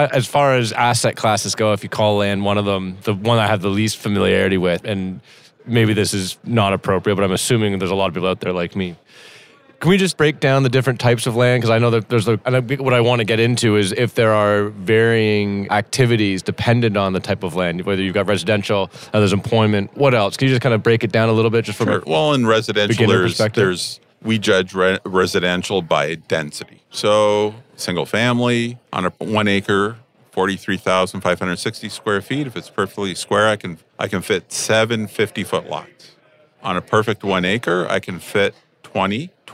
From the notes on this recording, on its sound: recorded at the Toronto Real Estate Forum